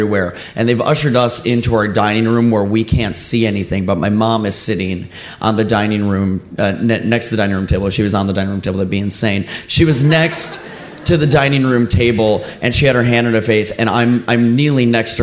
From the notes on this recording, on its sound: Live From Milwaukee! At our first live show in Milwaukee.